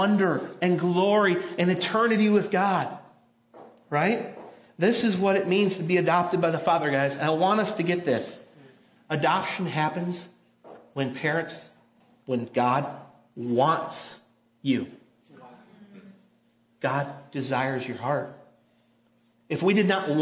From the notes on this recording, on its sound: audio from New City Church in Champaign-Urbana, IL